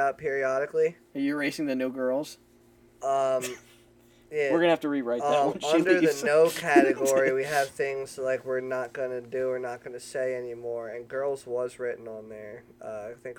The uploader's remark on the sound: The 4th of July Special we recorded at the beach during fireworks.